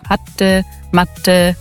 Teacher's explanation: Wenn du das so ein bisschen weicher, ein bisschen D-artiger sprichst und am Ende das E auch hatte, matte, also ein bisschen Ä-artiger am Ende und ein bisschen weniger Aspiration bei dem T